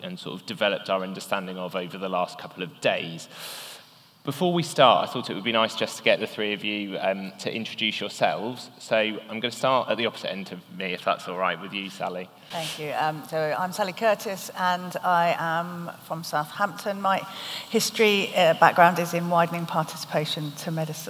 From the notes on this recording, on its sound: TASME TiME Live at the ASME ASM. We had a pleasure of hosting a special live episode of TASME TiME.